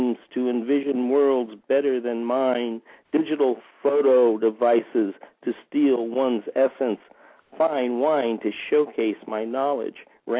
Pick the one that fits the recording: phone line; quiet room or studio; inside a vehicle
phone line